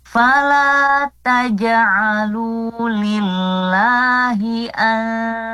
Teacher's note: Nun sukun bertemu huruf dal, ya. Dibaca samar, ya, ikhfa dan didengungkan.